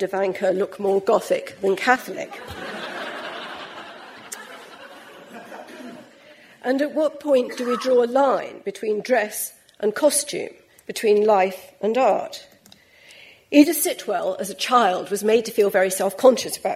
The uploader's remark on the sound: LRB Winter Lecture, delivered at the British Museum